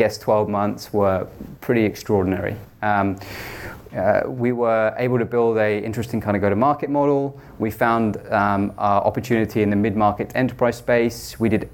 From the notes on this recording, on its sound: This episode was recorded live at GoSquared's fifth London SaaS event.